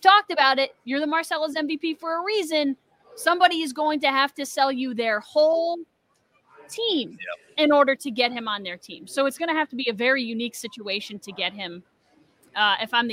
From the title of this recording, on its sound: LIVE From Saratoga Race Course